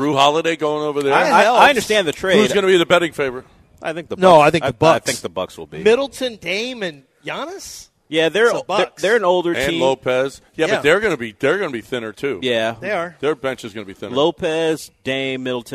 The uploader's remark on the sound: LIVE from the Wildcat Golf Club!